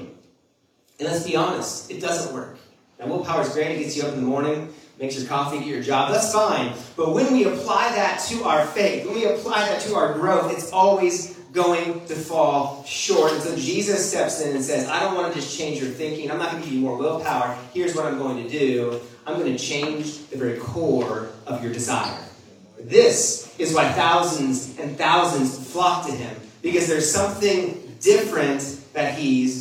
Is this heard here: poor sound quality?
yes